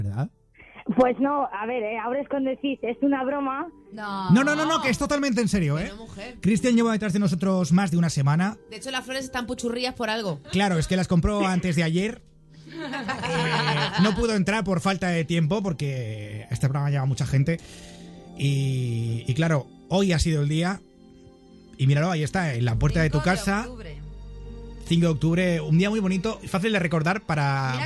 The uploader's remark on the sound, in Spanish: Nos llama al programa con un ramo de flores en la mano. Todo ello será en directo.